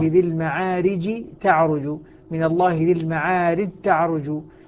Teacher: الجيم أدغمت في التاء، وهي طبعا إدغام كامل، أصبحت التاء المشددة